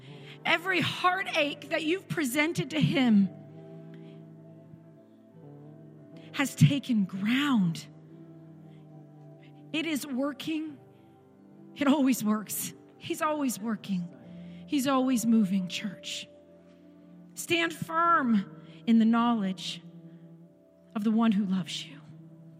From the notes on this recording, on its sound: This recording is of the whole service.